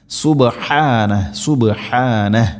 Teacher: സുബഹാന ഹാൻ്റെ മഖ്റജ് തൊണ്ടയുടെ മധ്യഭാഗമാണ്, ശ്രദ്ധിച്ചുകൊണ്ട് ഉച്ചരിക്കണം. സുബഹാന അല്ല സുബഹാനല്ല, സുബഹാന സുബഹാന.